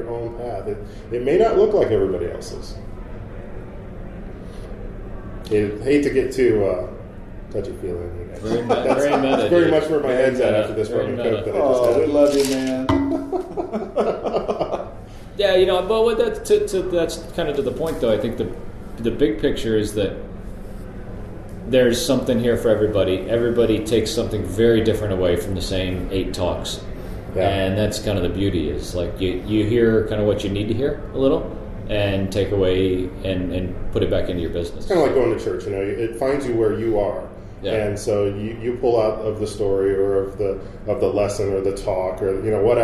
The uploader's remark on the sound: This episode was recorded in a live venue, so please pardon some background noise.